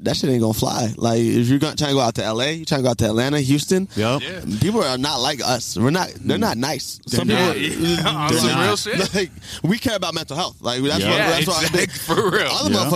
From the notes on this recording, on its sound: We Outside (Himmel Park Edition). Podcasting live at Himmel Park. Tucson.